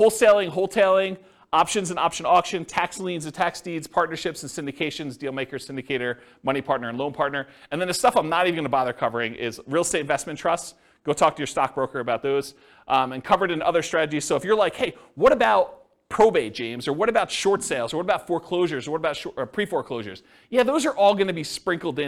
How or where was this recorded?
live audience